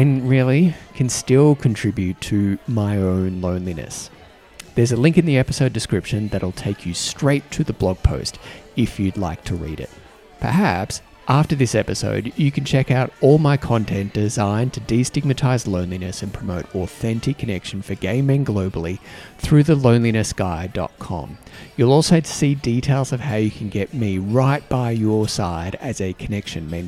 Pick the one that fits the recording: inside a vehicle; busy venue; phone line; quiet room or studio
busy venue